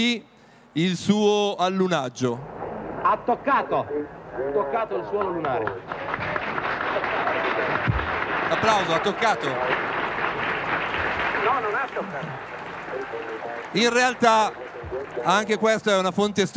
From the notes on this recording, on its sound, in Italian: Realizza un episodio speciale dal vivo dal Salone Internazionale del Libro di Torino 2019, in collaborazione con la Compagnia di San Paolo.